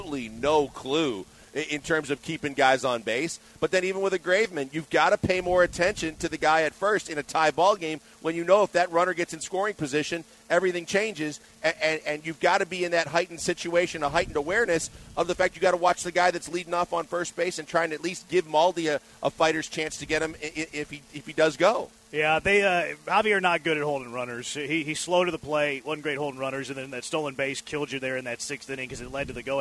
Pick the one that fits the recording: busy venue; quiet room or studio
busy venue